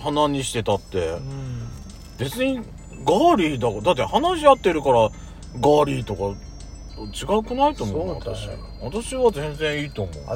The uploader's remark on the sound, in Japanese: 2人組。パーキング収録。